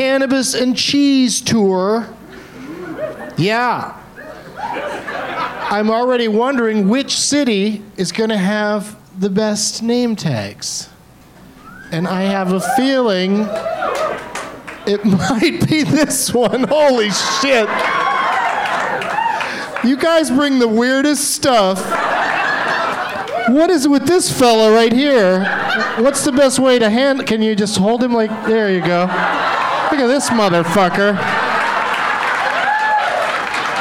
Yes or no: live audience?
yes